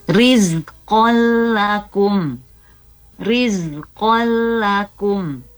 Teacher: Nah, ini kalau yang di bawahnya ini idgham bila gunnah karena tanwin bertemu dengan huruf lam, ya. Nah, jadi kita bacanya dimasukkan huruf nun ke lam dan tidak didengungkan.